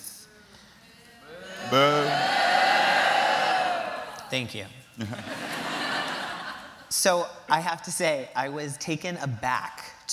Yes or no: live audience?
yes